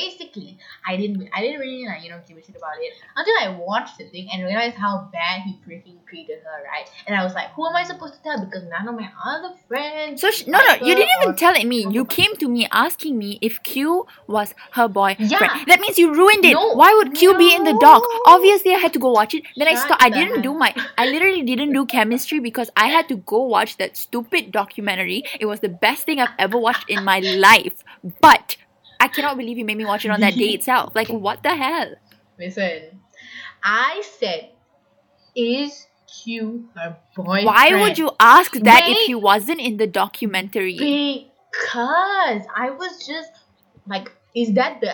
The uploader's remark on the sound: Our not great audio.